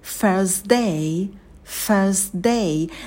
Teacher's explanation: На слове day, да, у нас дифтонг A, мы минимально опускаем челюсть вниз, рот совсем чуть-чуть открываем и держим оскал